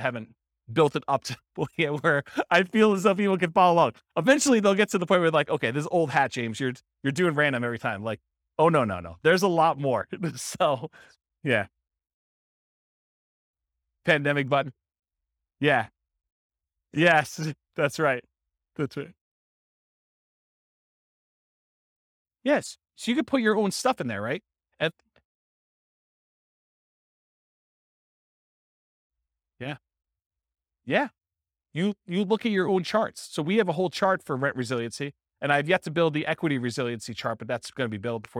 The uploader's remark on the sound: This was a live class recorded